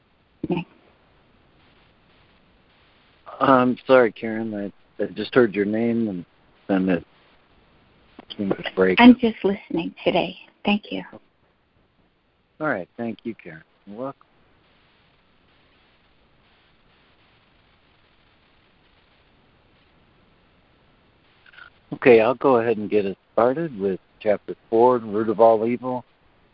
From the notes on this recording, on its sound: ACIM Daily Conference Call